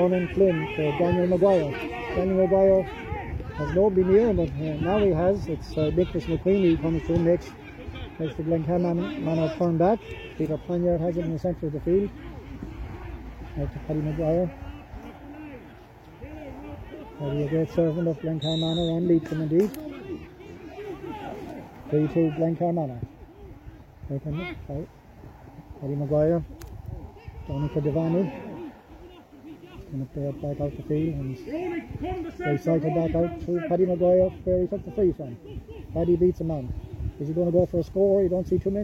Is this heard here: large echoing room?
no